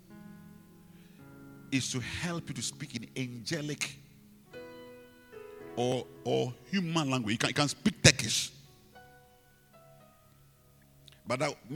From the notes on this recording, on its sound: Preached at the Rose of Sharon Cathedral, Catch the Anointing Centre Denominations, LA - Accra